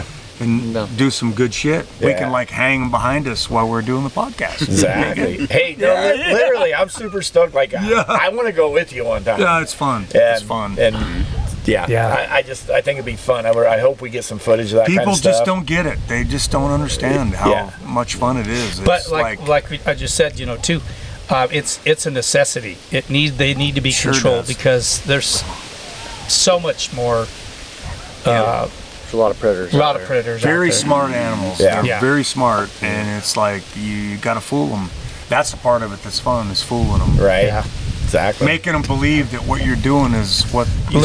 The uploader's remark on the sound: We filmed this outside, the wind was blowing a bit, so there is a high probability of some background noise.